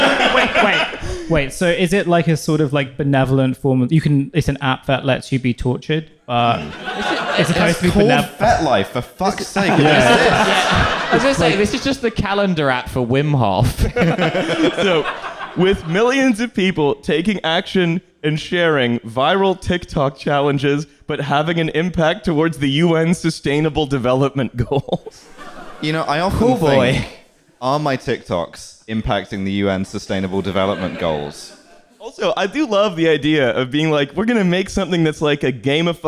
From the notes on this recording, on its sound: TF Live in Manchester. We continued our Regional Authenticity Tour and stopped in the famous city of Manchester.